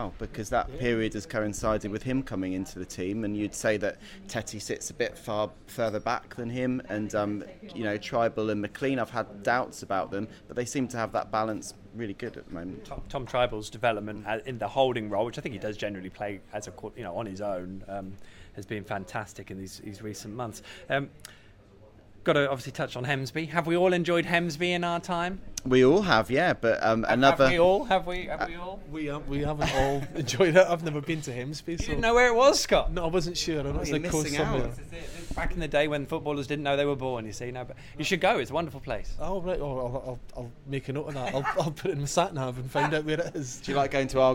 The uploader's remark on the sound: LIVE from Departure Lounge in Norwich. All Canaries supporters are welcome every week to pop along to the pub and have their say live on the show.